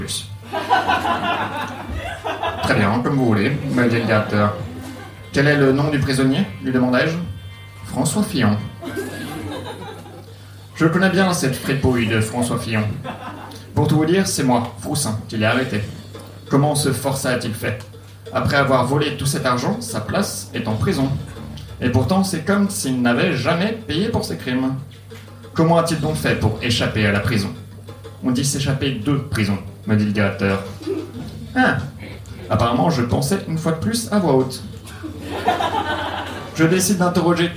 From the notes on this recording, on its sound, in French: Enregistré en direct et en public au One More Joke le 03/01/2019.